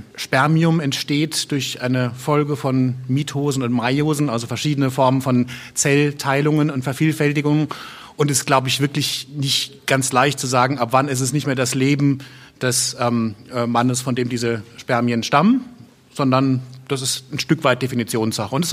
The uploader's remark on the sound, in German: Aufgenommen im Foyer des Kulturpalastes in Dresden.